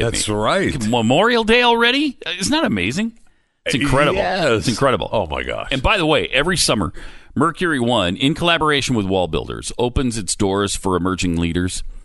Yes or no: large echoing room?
no